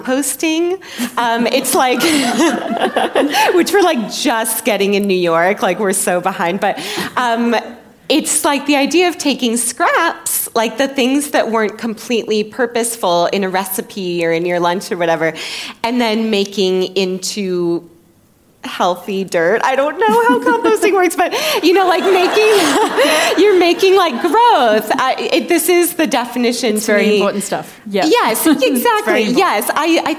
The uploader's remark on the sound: recorded live for our sister company, The School of Life